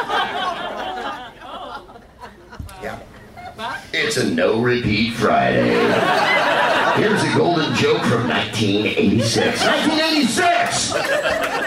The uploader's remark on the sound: Live from the Punchline in San Francisco